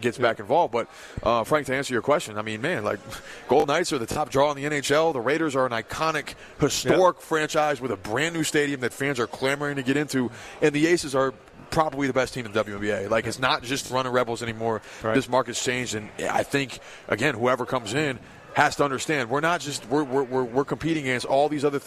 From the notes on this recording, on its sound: Live From The NBA Summer League at the Thomas and Mack